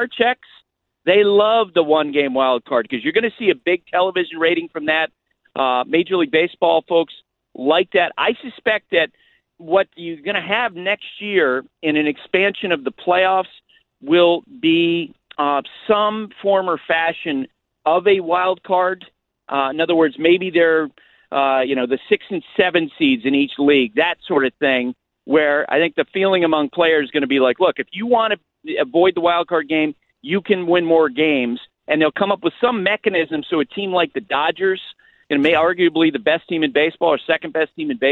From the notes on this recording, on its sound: We also open the phones